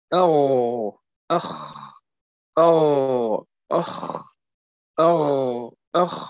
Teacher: ثم أدنى الحلق، وهو منطقة جذر اللسان، يعني منبت اللسان مع الحنك اللحمي، وهو مخرج الغين والخاء. أو أخ أو أخ أو أخ، هكذا ندرك مكان خروجهما.